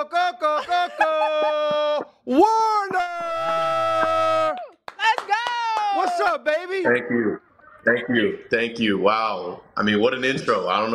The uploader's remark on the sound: live from the podcast lounge!